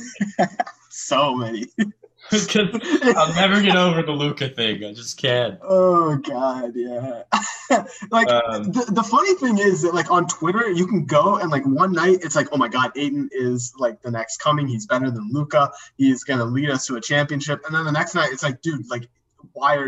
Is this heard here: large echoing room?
no